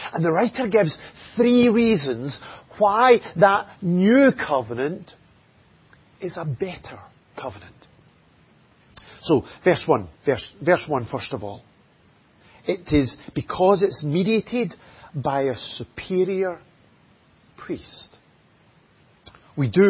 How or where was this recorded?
large echoing room